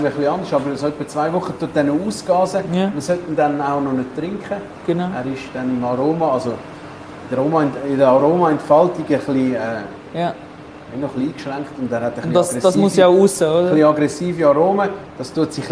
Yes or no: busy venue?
yes